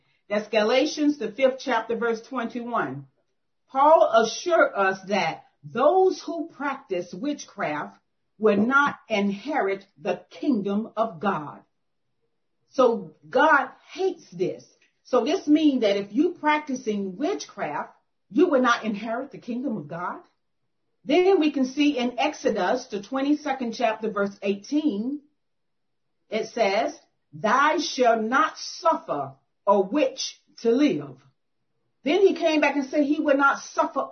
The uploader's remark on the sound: 2021 September Zoom Meeting.